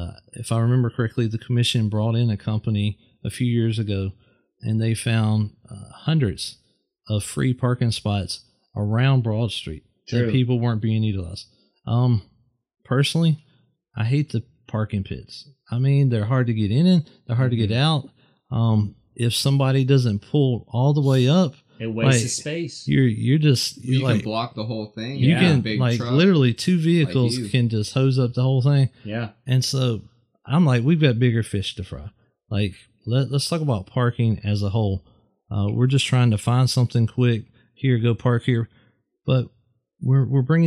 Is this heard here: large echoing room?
no